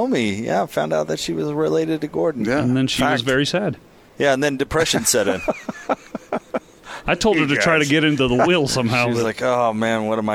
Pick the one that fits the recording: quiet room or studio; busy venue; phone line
busy venue